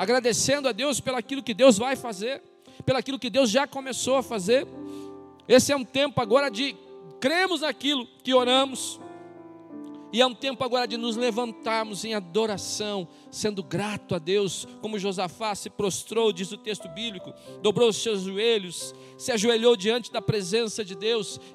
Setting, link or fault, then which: setting, large echoing room